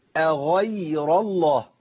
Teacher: الياء عندي بحرف مرقق ضعيف وقع بين مفخمين الغين والراء